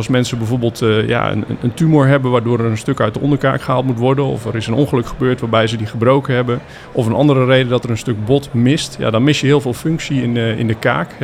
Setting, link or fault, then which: setting, busy venue